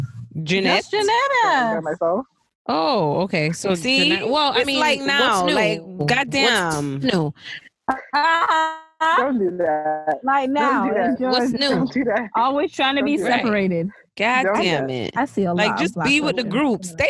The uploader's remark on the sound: The ladies decided to have a girl's night in- Zoom style.